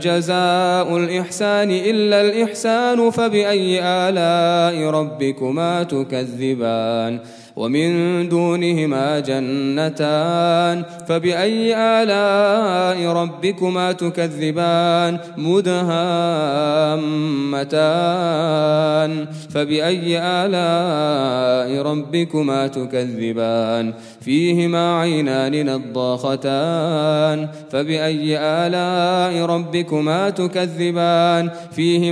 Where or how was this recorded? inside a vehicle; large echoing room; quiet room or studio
large echoing room